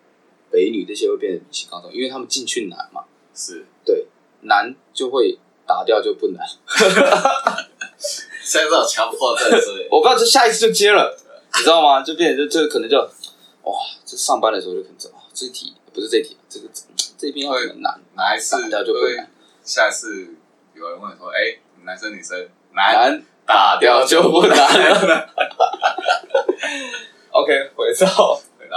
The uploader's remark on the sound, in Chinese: 本集麥克風出了點狀況，導致音質出了些問題，請各位見諒